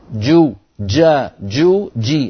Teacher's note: انتبه إلى حبس الصوت في الجيم جو جا جو جي، هكذا الجيم الفصيحة صوتها محبوس